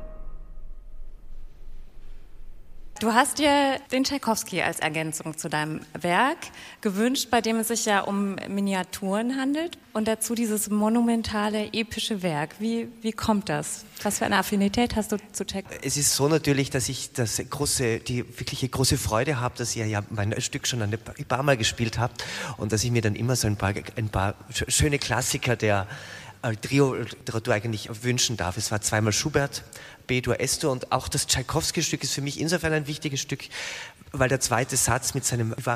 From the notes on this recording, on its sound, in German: Livemitschnitt aus Grafenegg. In der Konzertreihe "Boulangerie". Hier hört Ihr einen Ausschnitt aus dem Konzert sowie dem Podiumsgespräch.